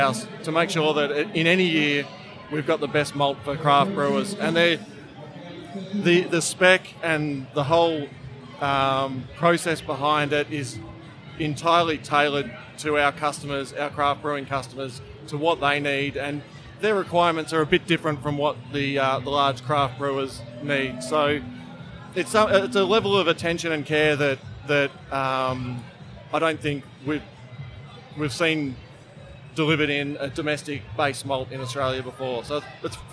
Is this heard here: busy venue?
yes